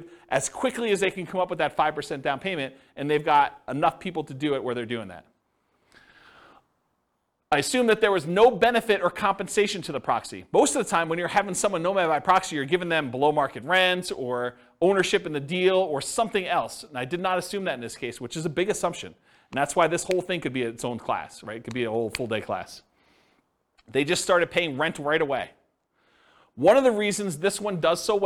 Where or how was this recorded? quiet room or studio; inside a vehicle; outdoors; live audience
live audience